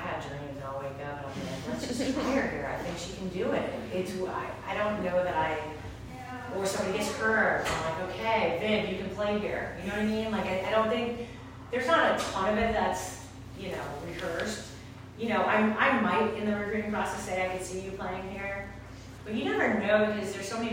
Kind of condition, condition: setting, live audience